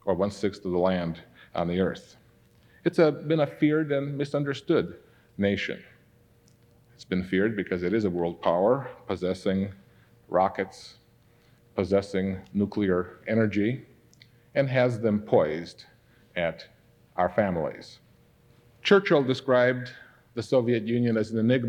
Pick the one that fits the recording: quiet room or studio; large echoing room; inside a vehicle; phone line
large echoing room